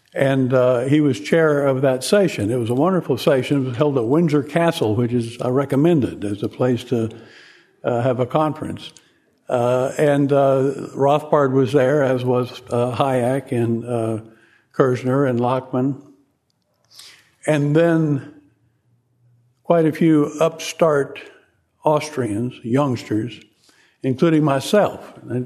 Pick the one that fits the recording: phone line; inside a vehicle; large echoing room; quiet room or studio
large echoing room